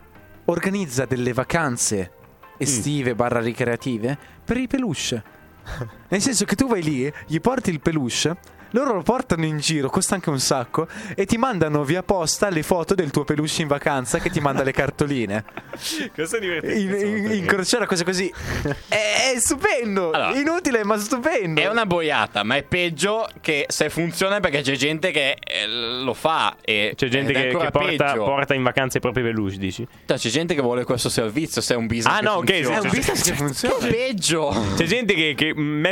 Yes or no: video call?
no